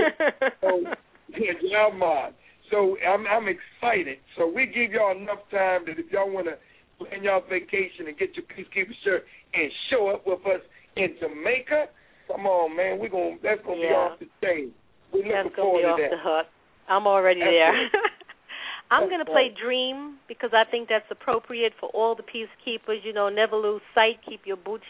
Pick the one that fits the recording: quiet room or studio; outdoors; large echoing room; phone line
phone line